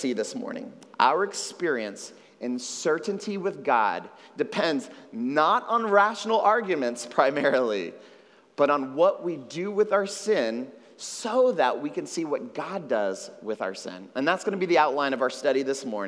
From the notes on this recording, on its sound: at Trinity Church, Puerto Rico